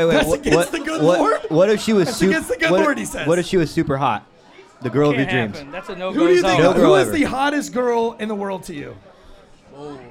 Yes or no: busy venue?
yes